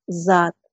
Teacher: С озвончилась в З.